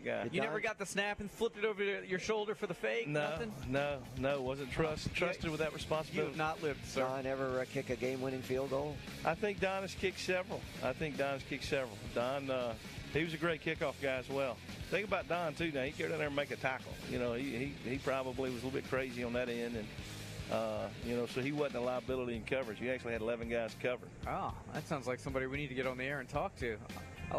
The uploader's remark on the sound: LIVE from the campus of Saraland!